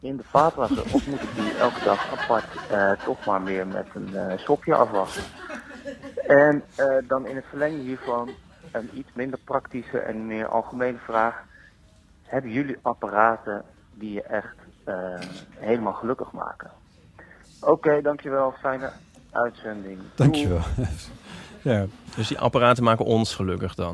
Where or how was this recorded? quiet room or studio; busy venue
busy venue